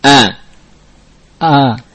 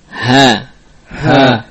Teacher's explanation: Maka al-ha ini juga dari aqsal lisan, aqsal halq, dari pangkal tenggorokan. Namun al-hamzah lebih dalam daripada ha, ya. Ha di atas makhraj hamzah.